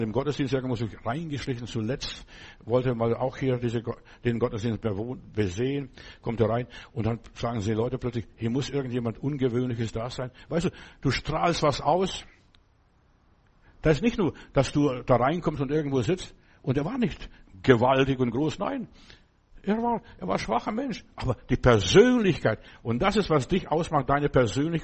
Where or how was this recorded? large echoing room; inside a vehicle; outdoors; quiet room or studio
large echoing room